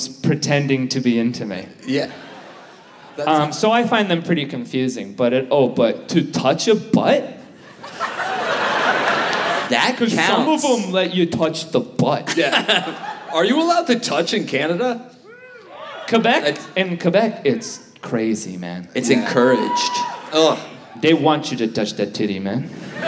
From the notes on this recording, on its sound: Live in Vancouver! Recorded Live at the Vogue Theater as part of Just For Laughs: Vancouver!